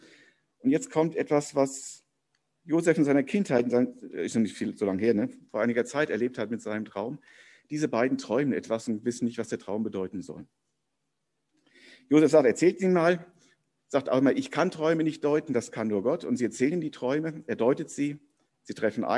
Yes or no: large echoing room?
yes